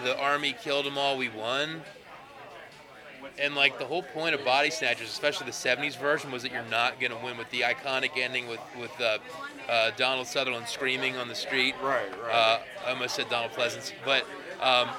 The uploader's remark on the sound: live from Pittsburgh's Horror Realm Con